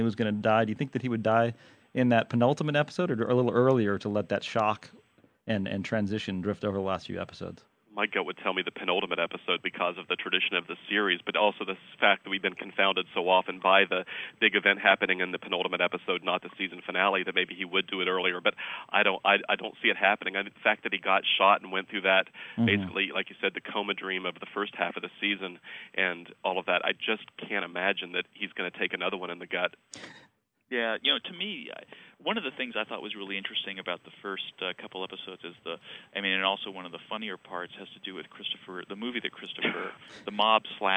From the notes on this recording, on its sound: I talked by phone